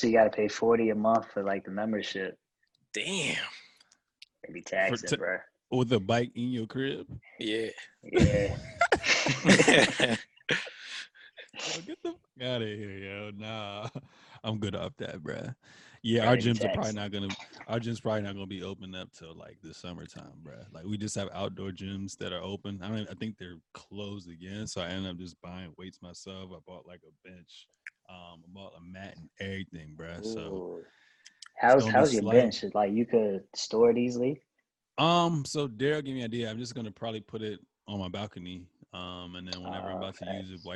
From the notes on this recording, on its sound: The three record this podcast virtually!